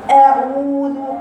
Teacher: شو هقرأ صحيحة مسكة مناخيري أعوذ، كل الكلمة دي ما فيش فيها ولا حرف يطلع من خرشوني